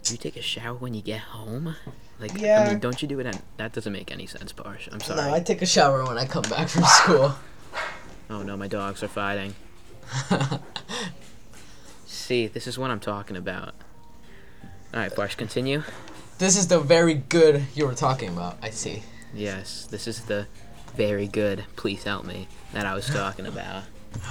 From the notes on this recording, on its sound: Background Noises Included